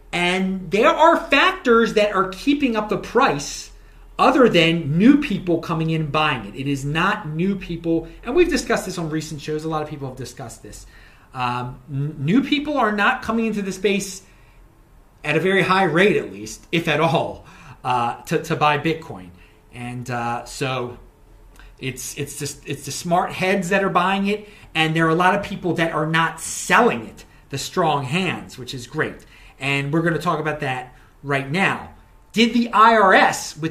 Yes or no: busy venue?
no